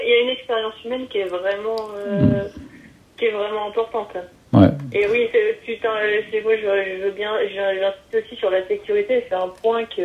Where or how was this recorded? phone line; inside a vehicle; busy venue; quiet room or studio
phone line